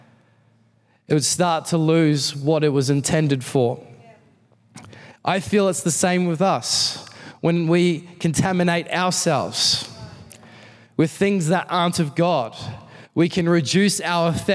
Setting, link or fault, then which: setting, large echoing room